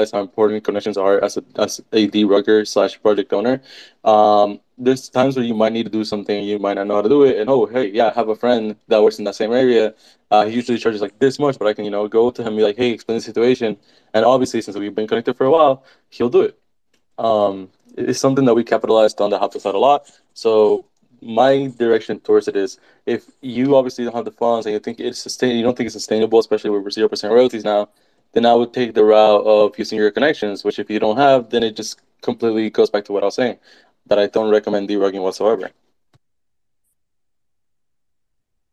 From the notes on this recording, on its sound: The content in this podcast is a recorded Twitter space hosted on the 31st of October 2022.